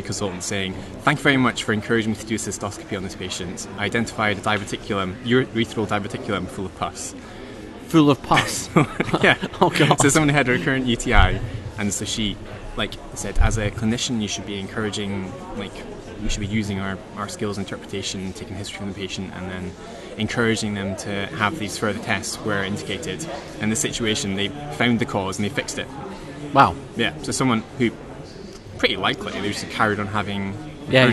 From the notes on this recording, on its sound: live from ECCMID 2023